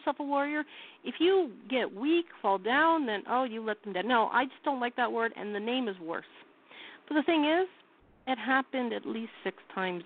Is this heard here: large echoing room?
no